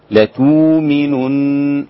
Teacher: ضم الواو المبدلة جيدا